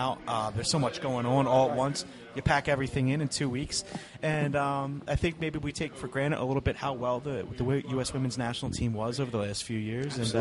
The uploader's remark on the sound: Live At Villa Capri